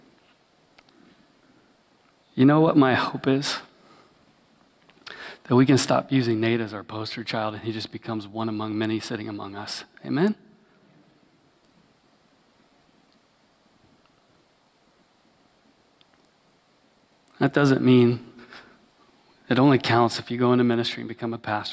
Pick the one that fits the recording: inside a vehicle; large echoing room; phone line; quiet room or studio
large echoing room